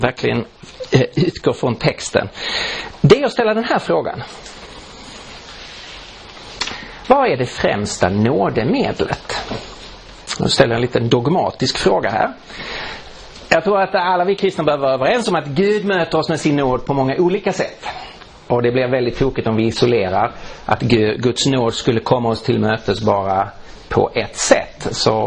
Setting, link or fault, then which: setting, large echoing room